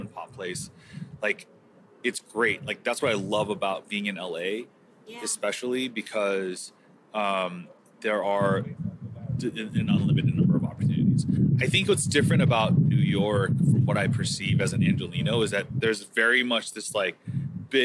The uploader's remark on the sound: “On the Road” at the LA Chef Conference 2023